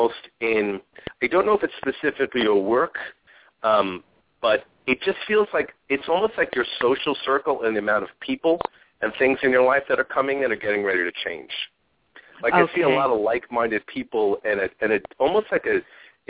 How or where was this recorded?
phone line